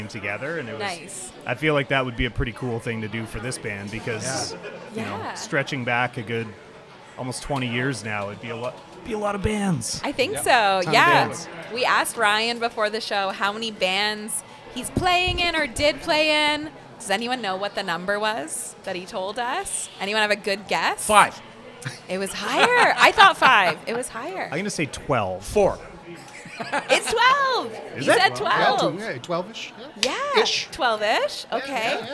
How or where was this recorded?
busy venue